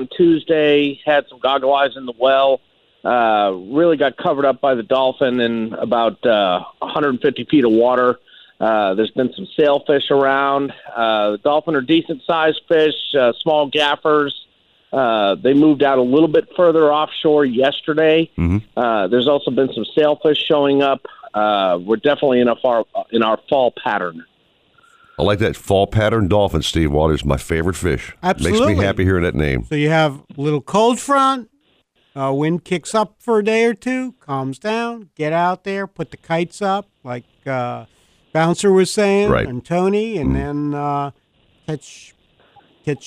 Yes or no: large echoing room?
no